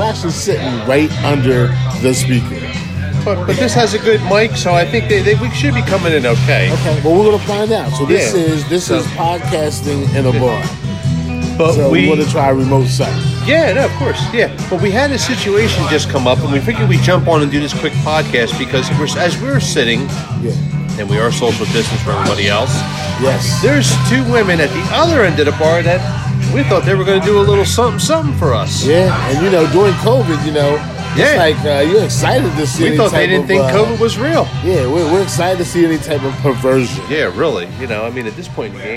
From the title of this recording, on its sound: Live from da firkin tavern